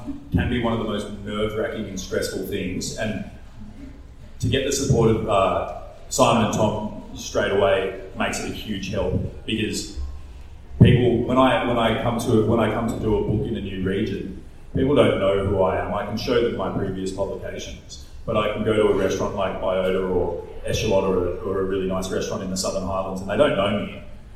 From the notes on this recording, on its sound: Wollongong Writer’s Festival. Sat down for a live podcast at The Wollongong Writer's Festival.